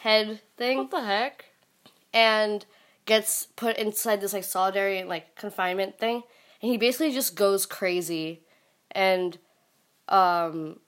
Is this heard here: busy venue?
no